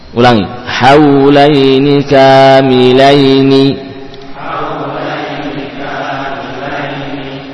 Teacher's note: terucap nun kasroh satu harokat langsung berpindah ke huruf berikutnya haulaini kamilaini jadi tersambung suaranya.